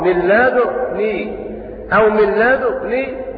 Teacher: قرأ شعبة بإشمام الدال، والوجه الثاني لشعبة أن الروم في الضمة في ضمة الدال من لدني، فيقرأ هكذا قد بلغت من لدني عذرا من لدني أو من لدني، ويضم الشفتين إشارة إلى الإشمام